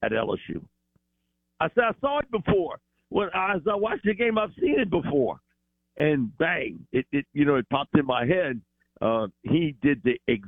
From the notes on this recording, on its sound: Joins the show on the Farm Bureau guest line talking all things NFL live in the BankPlus Studio.